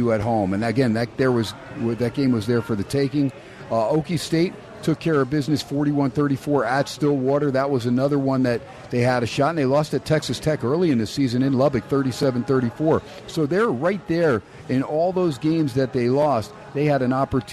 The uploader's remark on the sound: "Live" from #SteinersPub in #LasVegas